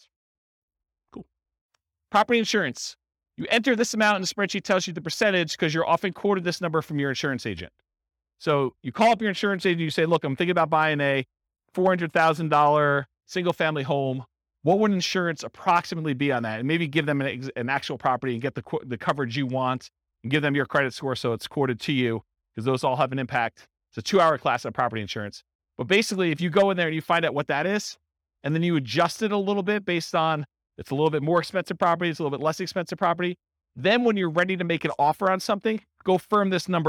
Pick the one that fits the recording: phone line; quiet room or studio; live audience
live audience